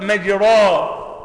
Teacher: إنك تقرب الفتحة من الكسرة وتقرب الألف من الياء · Term: الإمالة